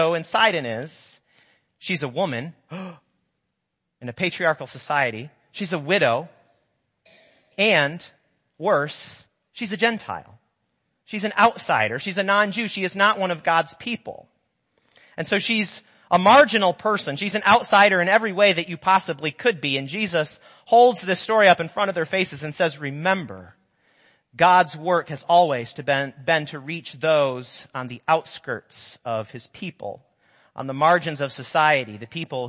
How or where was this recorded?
large echoing room